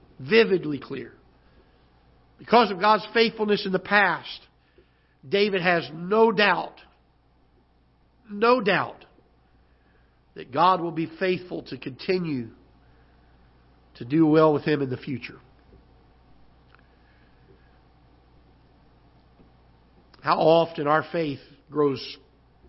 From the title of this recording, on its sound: Ketha Heights Baptist Church ~ Live Broadcast